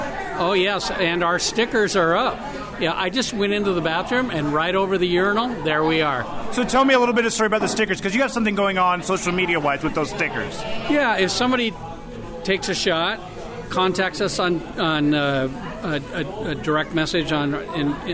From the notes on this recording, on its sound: This episode the guys are recording during their Boot to Boot event that happened June 29th, 2019. The Flying Boots and Wings of Tacoma.